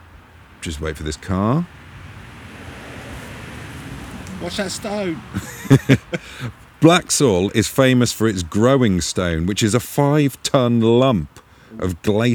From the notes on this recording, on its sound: We were back on location at the Hoar Stone and Tomb in Enstone Oxfordshire on Mid-summer eve, to tell ghost stories and folklore tales, and see if this stone might walk at midnight. We tried some live psychic tests.